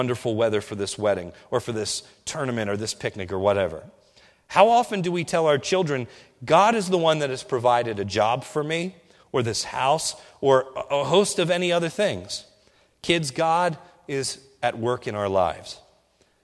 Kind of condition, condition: setting, large echoing room